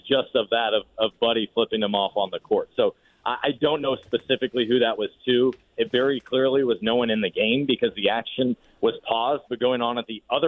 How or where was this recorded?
phone line